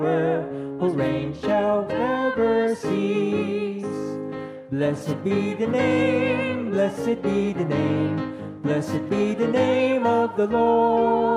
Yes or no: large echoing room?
yes